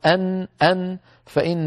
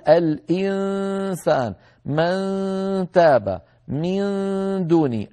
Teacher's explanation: الجزء اللساني، ما هو مقفول، بينما لما كنا نظهر النون لما نقول أن فإن الطرف الفموي مقفل باللسان · Shown in: first take · لكن لما نقول الإنسان من تاب من دوني المخرج غير مقفول، لذلك الصوت ليس هناك شيء يحول بينه وبين الخروج، فيبقى هذا الصويت الفموي موجودا.